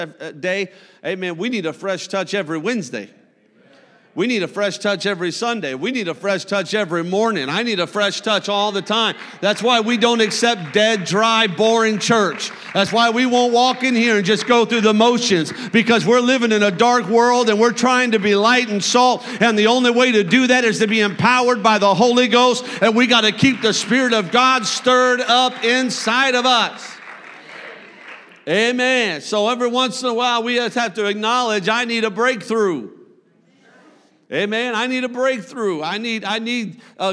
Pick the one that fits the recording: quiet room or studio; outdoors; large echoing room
large echoing room